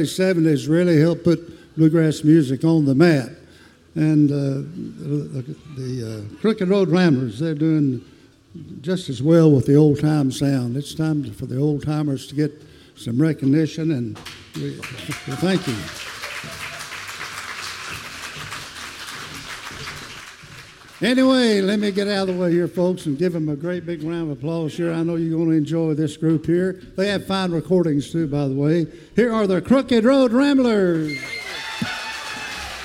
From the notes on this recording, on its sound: at the Richmond Folk Festival on October 11, 2014.